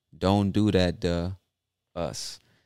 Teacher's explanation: the TO, the word to, becomes duh